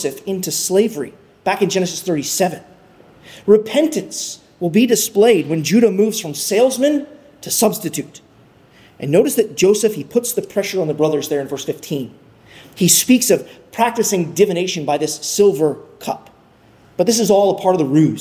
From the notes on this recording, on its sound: at Arlington Baptist Church in Arlington, Virginia